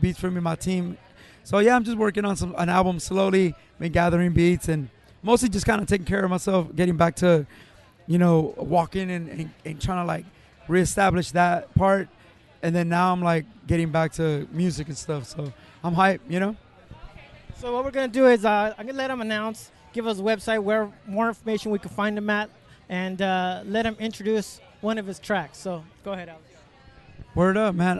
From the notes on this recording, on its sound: at the Long Beach Music Tastes Good Festival